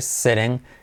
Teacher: T como R, sitting, y la I como E.